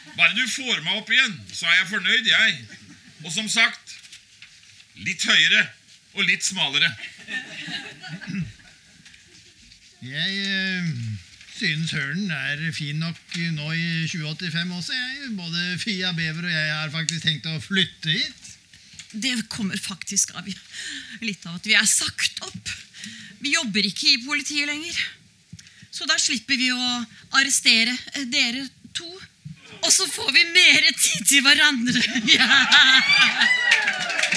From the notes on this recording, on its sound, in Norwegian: Spilt inn under festivalen Sånafest, direkte foran publikum. Produsert av Sånafest.